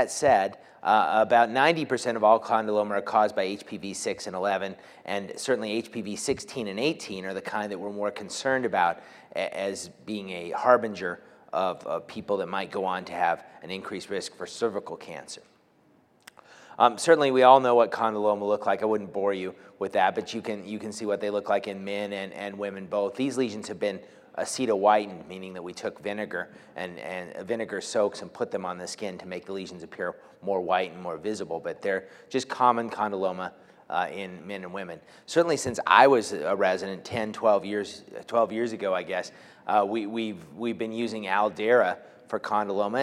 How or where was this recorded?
large echoing room